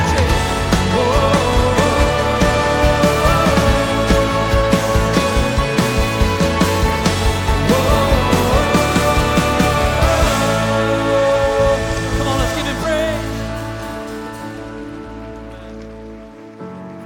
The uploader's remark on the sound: Recorded live at Stevens Creek Church.